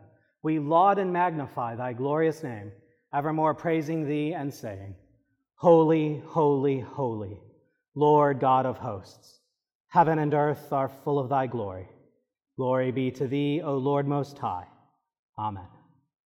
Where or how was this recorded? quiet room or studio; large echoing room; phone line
large echoing room